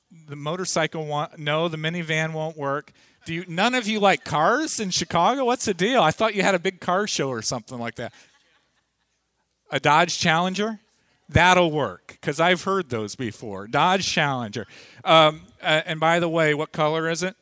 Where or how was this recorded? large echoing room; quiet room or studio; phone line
large echoing room